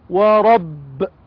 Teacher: باء حرف مشدد موقوف عليه مع القلقلة